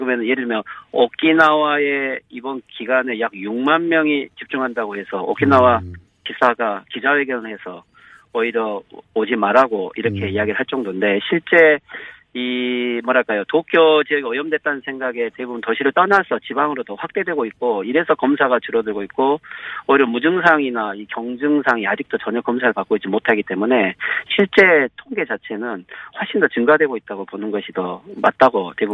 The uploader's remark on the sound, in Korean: 전화연결